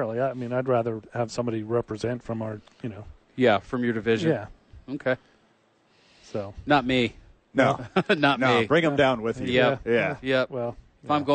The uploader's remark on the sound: live from The Duke Store